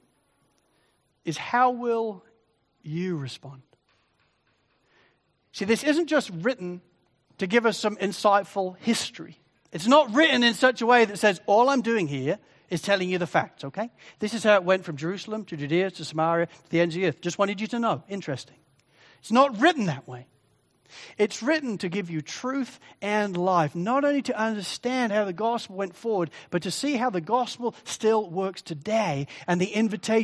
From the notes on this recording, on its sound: Sermon recording.